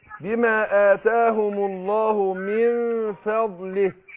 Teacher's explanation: بس خد بالك ما تفخمش الفاء